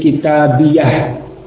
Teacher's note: Jadi misalkan kitabun tadi, diidhofahkan pada ya mutakallim, maka boleh dibaca kitabi dengan sukun pada ya mutakallim, dan boleh pula dibaca dengan fathah menjadi kitabia. Nah, ketika di fathah kitabia ini kemudian boleh ditambahkan hak saket menjadi kitabiah ketika fathah. Berarti kalau ketika sukun tidak boleh.